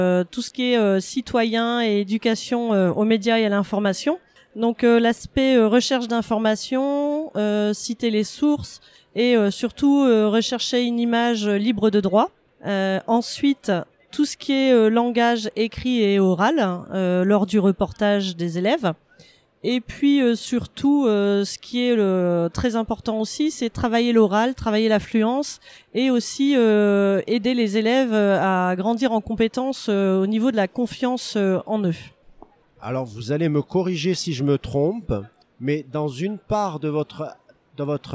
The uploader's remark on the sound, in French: Un expresso d’Educatech Expo. Retrouvez ce deuxième épisode enregistré à Educatech Expo avec mes interlocutrices.